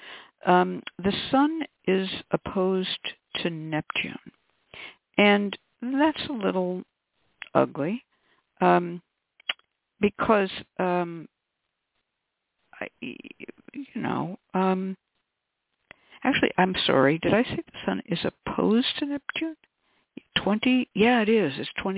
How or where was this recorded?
phone line